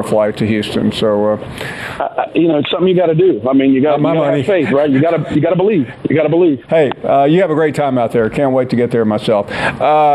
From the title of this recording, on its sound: Callers Continued